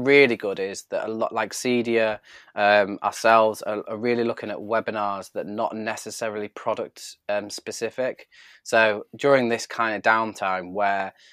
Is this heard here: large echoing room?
no